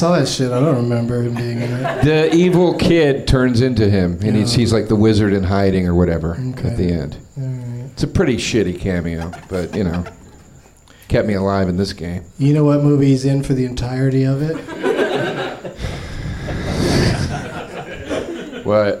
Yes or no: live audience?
yes